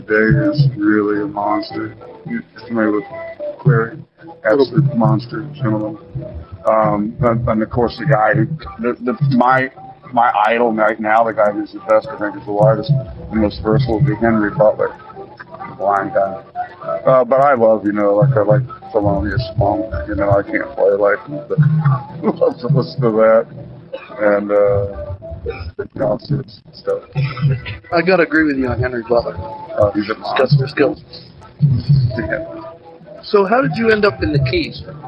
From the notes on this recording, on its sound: This one went out on the radio years and years ago and has not been heard since, okay? This interview was recorded outside B. O.'s Fish Wagon in Key West. This has been digitally remastered for your listening enjoyment, okay?